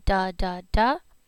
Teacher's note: When you say da, da, da, that's the tip of the tongue to your teeth ridge, the palate ridge.